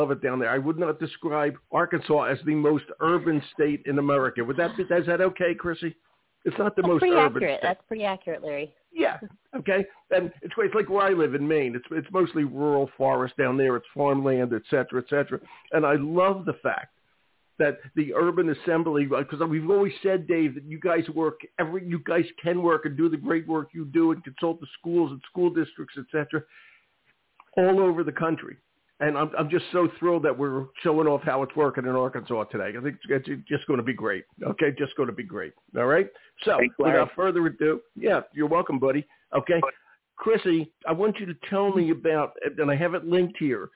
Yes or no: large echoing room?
no